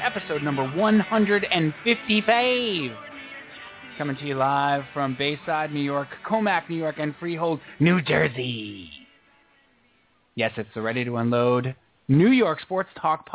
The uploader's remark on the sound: called